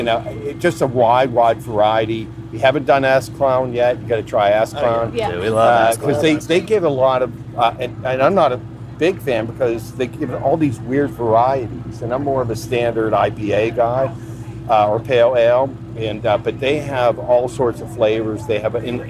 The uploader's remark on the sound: As we hit the road to take you live on the scene at the NC Brewers and Music Festival in Huntersville, NC. We talked to brewers and brewery reps from around the Carolinas, and heard from a few festival-goers about their favorite beers from the festival.